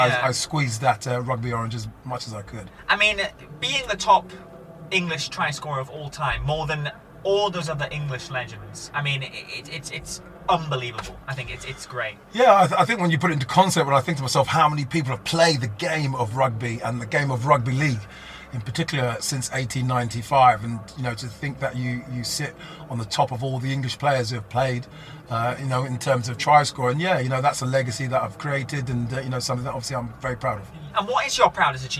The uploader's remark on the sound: This episode was recorded live at the 2021 British Motor Show in Farnborough. Track Back was in collaboration with The Podcast Guys who were the official podcast and video partner of the British Motor Show.